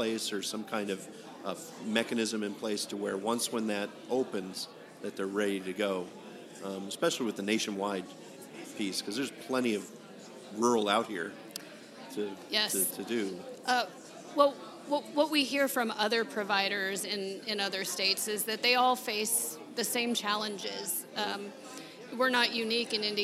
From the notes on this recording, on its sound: Live before an Innovative Audience.